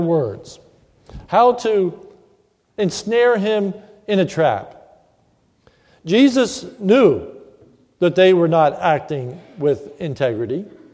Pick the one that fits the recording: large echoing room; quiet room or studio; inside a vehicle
large echoing room